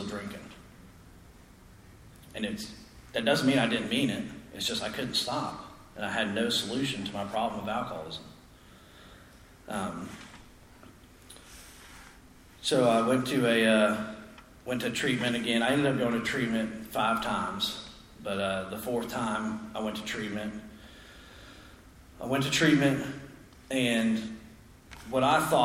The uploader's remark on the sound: Speaks at the 6th Annual Spring Into Action Conference in Sanford NC.